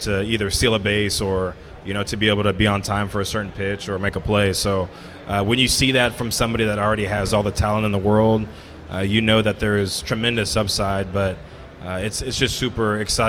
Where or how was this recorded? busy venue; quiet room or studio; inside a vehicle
busy venue